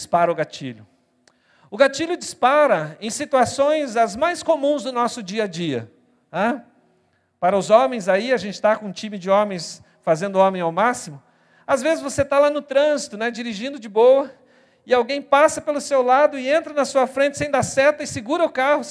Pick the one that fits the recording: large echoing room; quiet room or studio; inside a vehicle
large echoing room